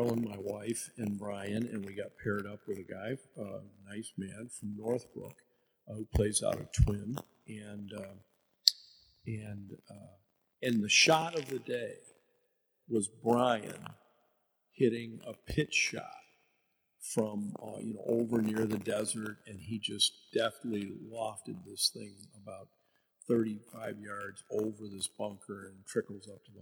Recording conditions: distortion